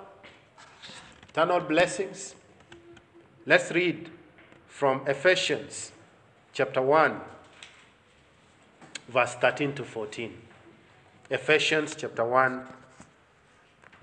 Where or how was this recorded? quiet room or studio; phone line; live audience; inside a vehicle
live audience